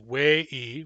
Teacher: in Barkley Sound dialects, the command say it is wei with a long e, wei. But in all other dialects, CTQ is short for Central, Northern, and Cayuga-Chequelset.